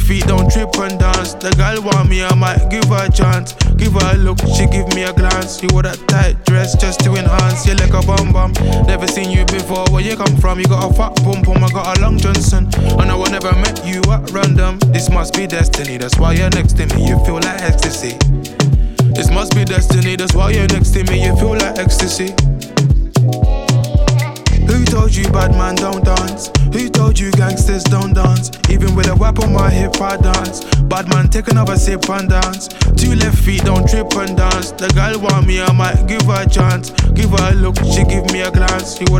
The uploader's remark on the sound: Out For The Night is a series that I record live at my gigs. This set is from Lecue Lounge.